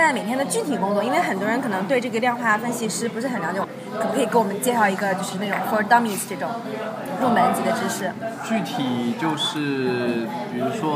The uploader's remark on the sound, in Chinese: 本期节目音质不太理想。在纽约的某个小酒吧里边吃边聊的。